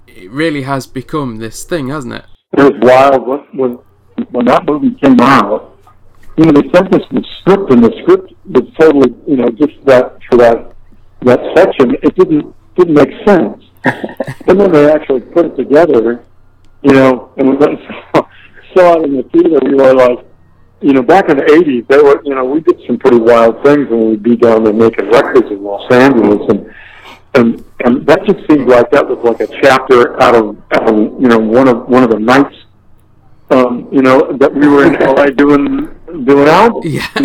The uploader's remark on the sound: on the phone for a chat